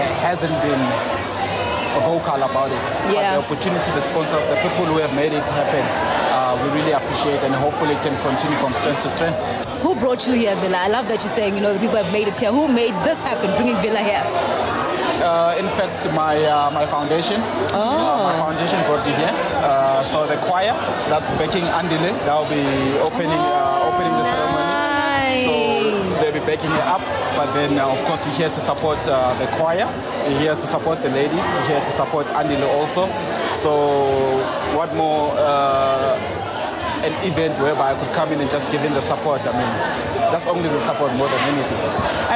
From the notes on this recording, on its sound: OUTSIDE BROADCAST